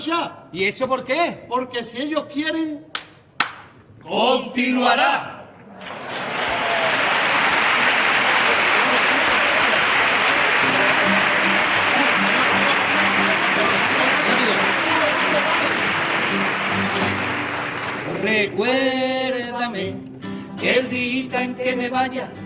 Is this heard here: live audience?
yes